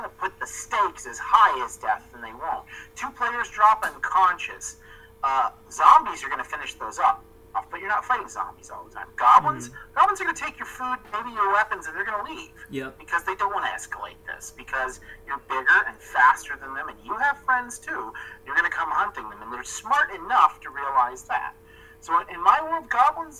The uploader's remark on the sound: Sorry about the rough audio